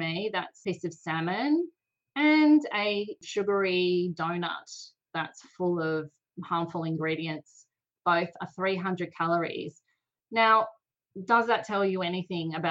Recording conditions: video call